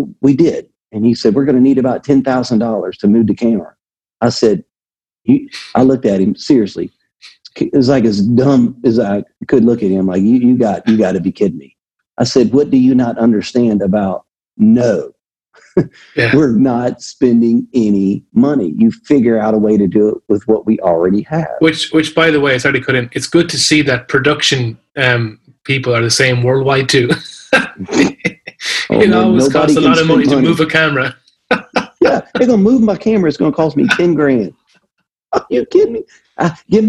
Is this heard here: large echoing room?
no